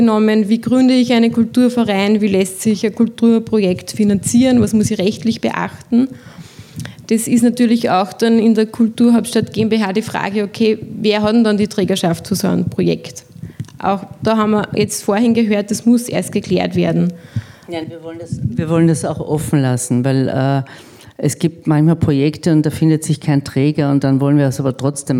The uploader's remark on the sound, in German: Beim Fairness Symposium in Wien. Aus dem gut gefüllten Saal gab es zahlreiche Publikums-Fragen und Beiträge. Die Veranstaltung war von Beginn an als Dialog angelegt und es wurde rege diskutiert.